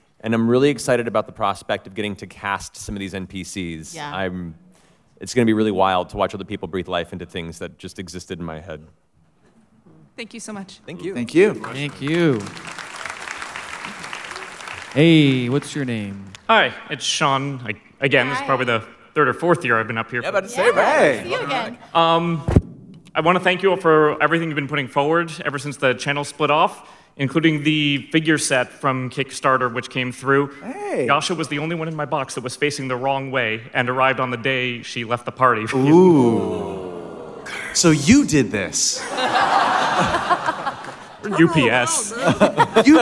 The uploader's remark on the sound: 2019 San Diego Comic Con Panel. Featuring a live table read of the first few pages of Vox Machina: Origins II #2 and a Q&A.